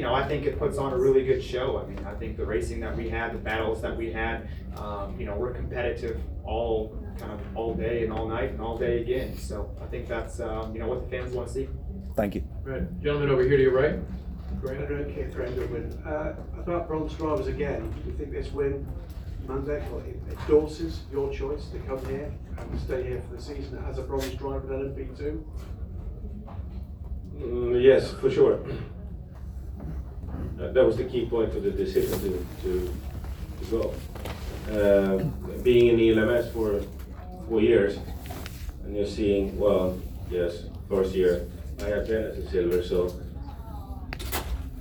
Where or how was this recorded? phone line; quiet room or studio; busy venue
busy venue